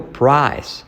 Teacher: La R de price genera una U.